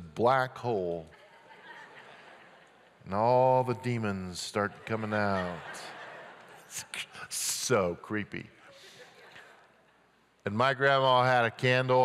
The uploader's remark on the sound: at Timberline Church